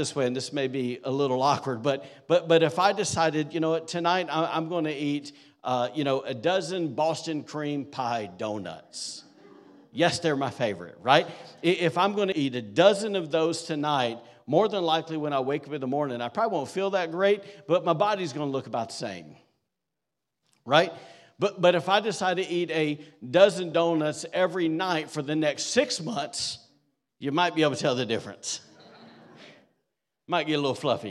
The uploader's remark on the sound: recorded on Sunday, December 3rd, 2023, during service at The Anchor Church in Rockport, Maine